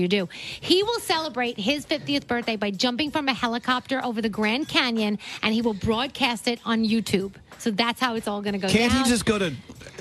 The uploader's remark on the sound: We broadcast LIVE from Norwegian Bliss!